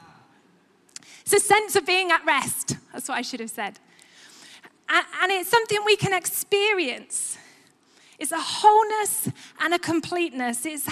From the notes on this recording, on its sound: Recorded live at Life Church Lancashire 19th December 2021.